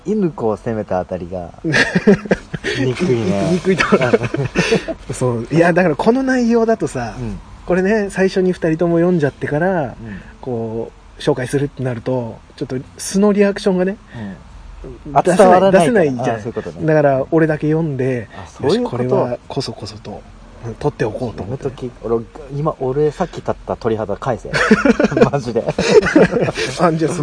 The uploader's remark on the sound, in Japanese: 遂にやってきた二人でのキャンプ！結局録り始まったのが夜の消灯直前！外での収録と、収録中の料理、ウイスキーのコルクを抜く音など、ノイズ。